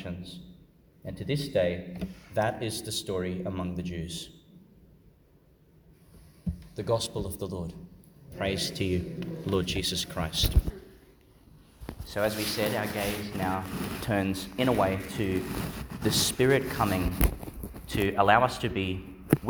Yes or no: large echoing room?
yes